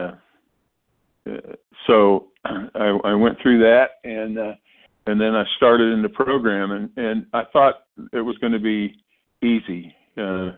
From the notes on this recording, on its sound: 100 Pounders Phone Meeting